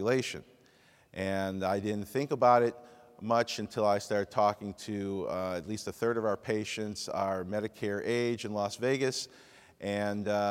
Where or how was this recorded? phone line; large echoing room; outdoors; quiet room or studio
large echoing room